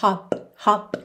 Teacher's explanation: a gente quando fecha os lábios para fazer o P, já encerra o som · Term: consoante oclusiva